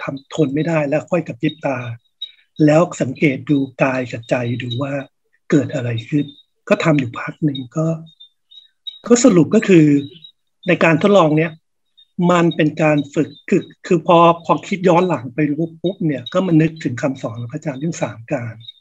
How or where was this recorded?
video call